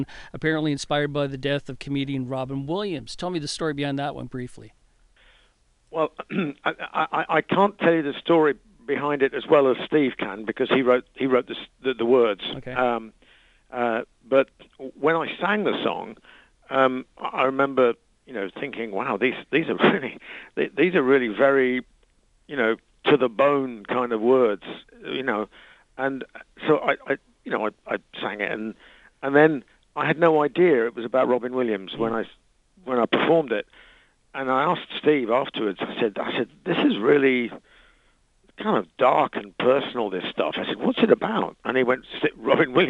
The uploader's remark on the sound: Lead singer called.